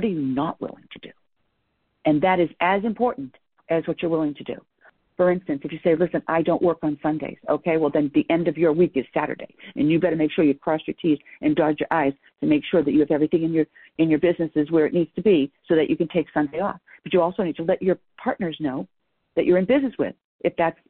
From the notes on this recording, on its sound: I am rebroadcasting a private team call